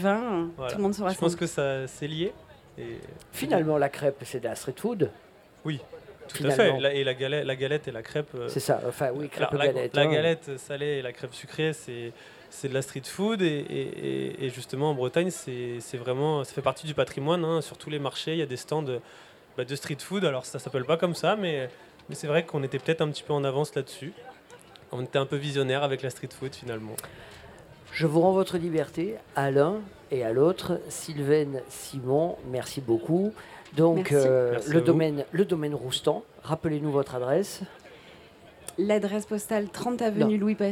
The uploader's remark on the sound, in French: Radio Grenouille au Street Food Festival. Dans le cadre du Street Food Festival 2023, le Grand Pastis délocalise son plateau et s'invite au pied de la Cathédrale de La Major pour l'occasion.